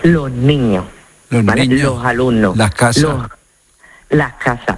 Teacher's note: en lugar de pronunciarla con la S, lo que hacemos es aspirarla · Term: S aspirada